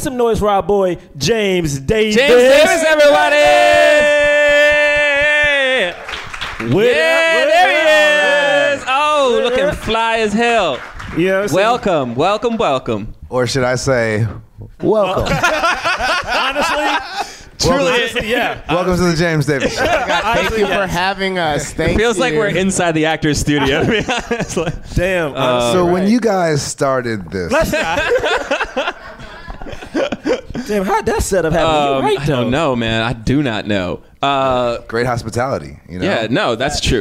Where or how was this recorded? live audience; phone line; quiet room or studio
live audience